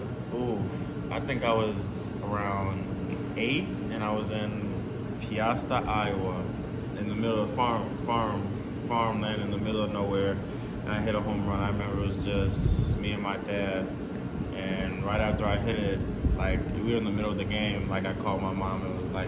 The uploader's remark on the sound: Excuse the audio, this was done on a concourse without our studio equipment